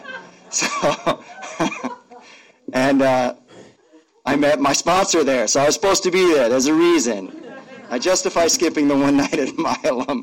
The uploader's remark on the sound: I grabbed the files of four random 15 min speakers from the Sunday Night speaker meeting in Seattle, and without listening to them in advance, created this audio.